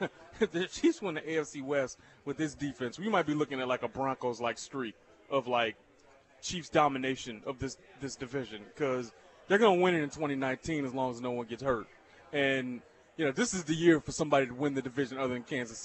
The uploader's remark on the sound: LIVE from Nick and Jake's in Overland Park